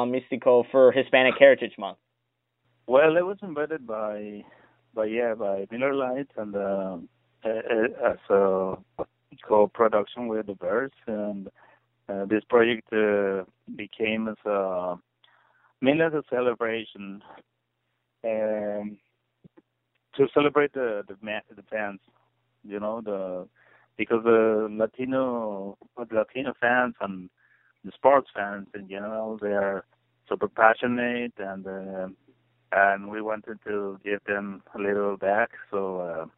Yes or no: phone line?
yes